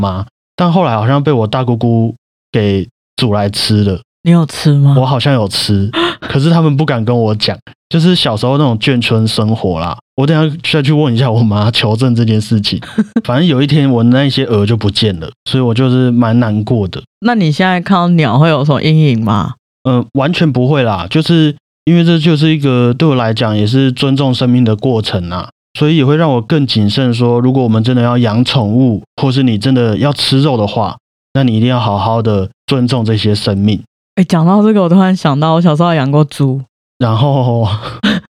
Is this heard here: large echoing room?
no